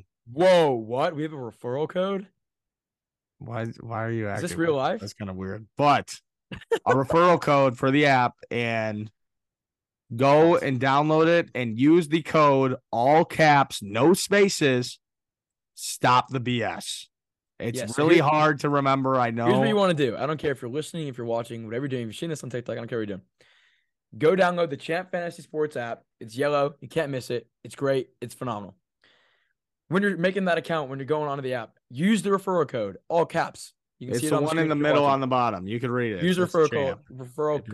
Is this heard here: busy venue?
no